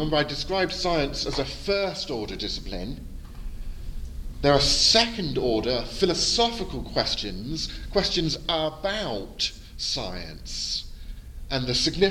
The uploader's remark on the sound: Edited audio from my Post-Conference Seminar. At the 2022 European Leadership Forum in Poland.